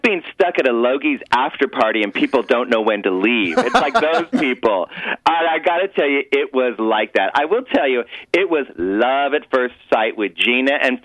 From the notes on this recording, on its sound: jumps on the phone